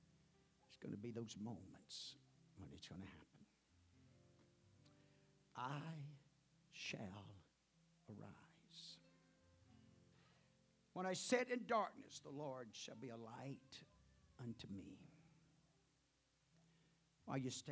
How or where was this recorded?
large echoing room